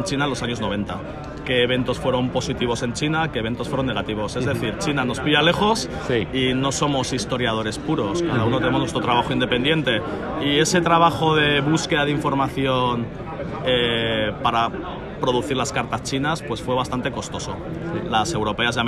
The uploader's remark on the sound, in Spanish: Y un poco de sonido ambiente de un Wargame curiosón